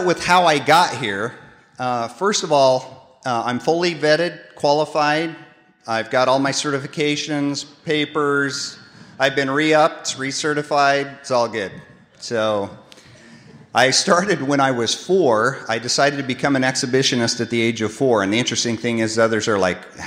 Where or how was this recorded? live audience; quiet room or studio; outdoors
live audience